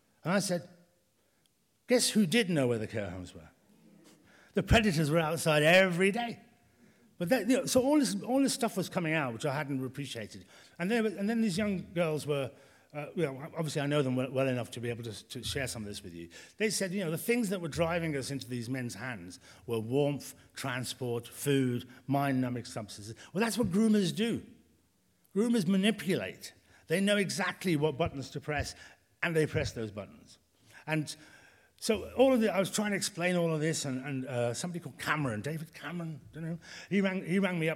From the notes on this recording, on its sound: recorded in the Howard Assembly Room in February 2022